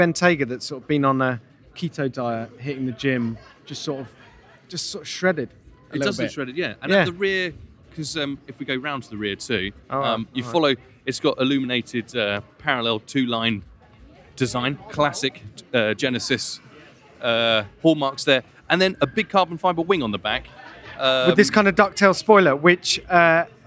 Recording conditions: busy venue